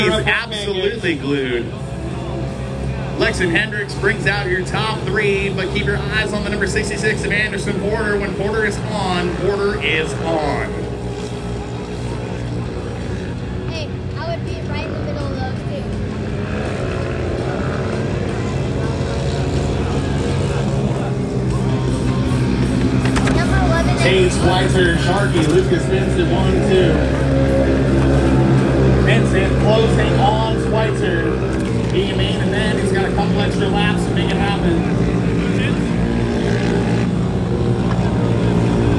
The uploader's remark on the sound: LIVE from Estreet MX. He borrowed a microphone and hopped in the announcer booth.